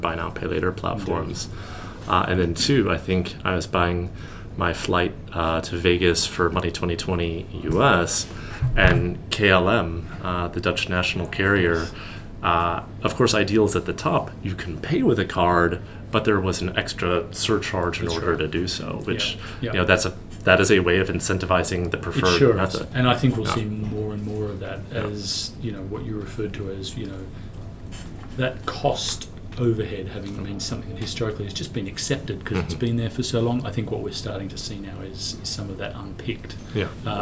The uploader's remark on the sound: Live at Money2020